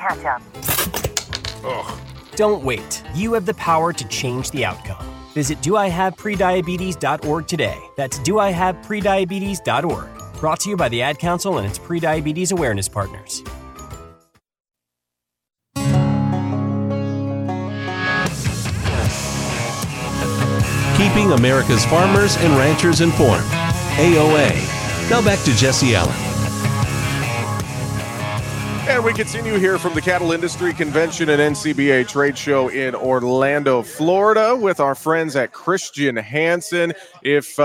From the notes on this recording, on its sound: We are live from the Cattle Industry Convention and NCBA Trade Show in Orlando, FL.